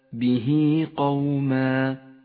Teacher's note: هاء الضمير وقبلها حرف متحرك وبعدها حرف غير الهمزة، تمد إشارة الصلة بمقدار حركتين · Term: مد الصلة الصغرى